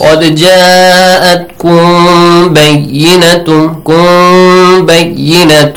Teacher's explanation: Kum ends with Mim Sakin, and the letter Ba comes right after the Mim Sakin. So here you hide the sound of Mim